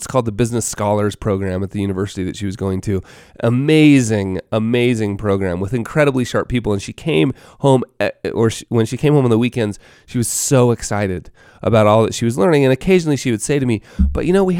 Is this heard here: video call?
no